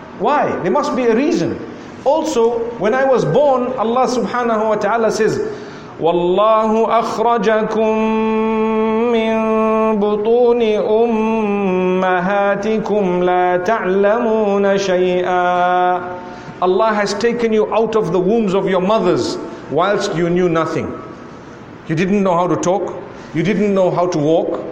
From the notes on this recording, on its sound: A lecture to the youth delivered at the Nurul Islam Masjid in Trinidad